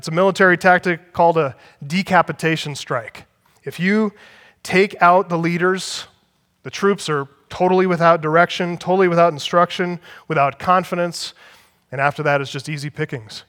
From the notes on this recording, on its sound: Audio from the Act Like Men Conference in Northern Colorado, October 23 - 24th, 2015.